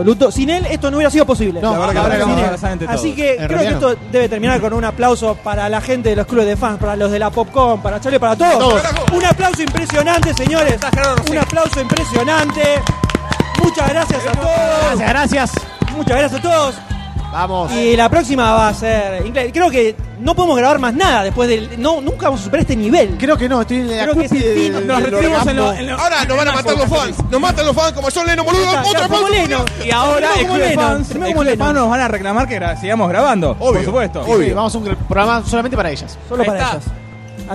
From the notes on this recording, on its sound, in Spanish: Segundo episodio grabado IN THE FLESH, en vivo en la PopCon 2014! Grabamos algunas cosas tan pero tan grossas en este último día de la PopCon. En este episodio van a escuchar el inicio del día domingo… y el final.